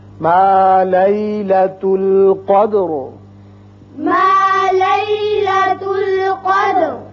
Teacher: مفخم پڑھیں گے، یعنی منہ بھر کر پڑھیں گے، اس لیے کہ اس سے پیچھے قاف کے اوپر زبر ہے